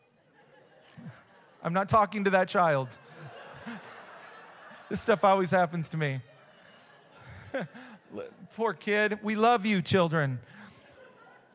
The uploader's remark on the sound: Recorded live at Hope Church in Springfield Mo.